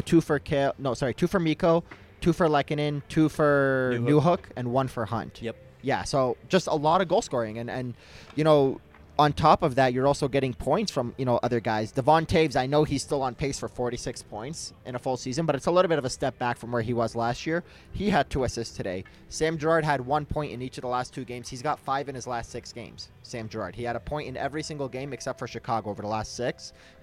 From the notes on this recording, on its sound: Live-from-Ball-Arena edition of Hockey Mountain High.